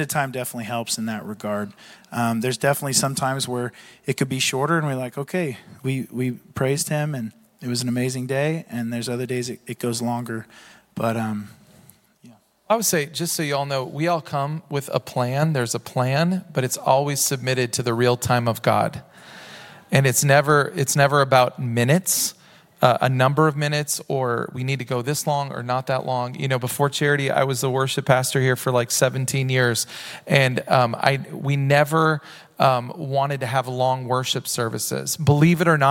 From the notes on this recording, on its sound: Recorded at Hope Church in Springfield, MO.